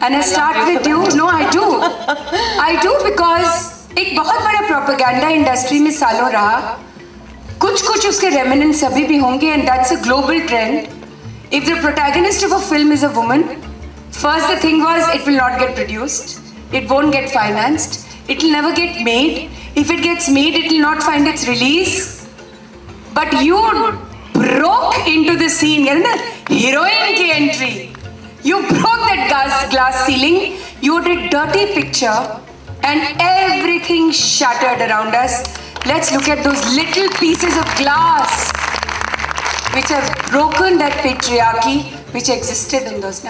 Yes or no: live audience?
yes